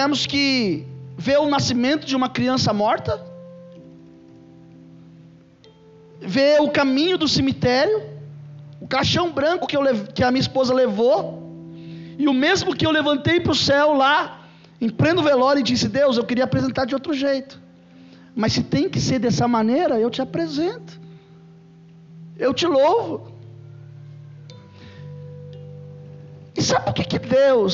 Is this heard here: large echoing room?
yes